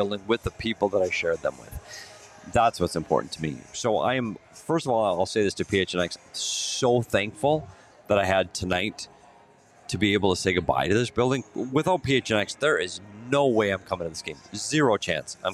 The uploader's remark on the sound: live from The Lola at Westgate